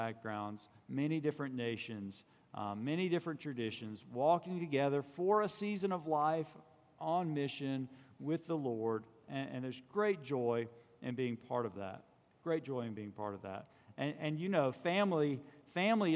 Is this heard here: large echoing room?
yes